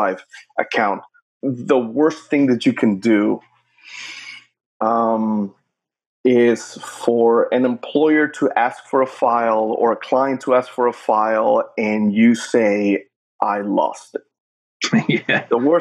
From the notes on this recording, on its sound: March 2020 and everyone is somewhat locked down and trying to make the best of things in dire circumstances. We decided to try our hand at remote podcasting through Zoom.